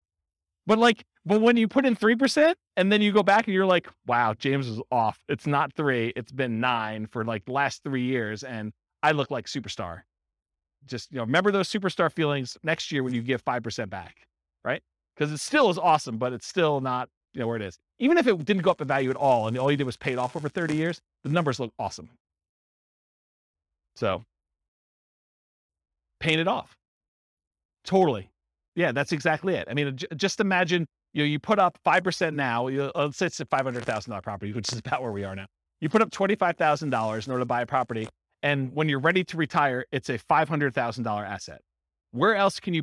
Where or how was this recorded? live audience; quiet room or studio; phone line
live audience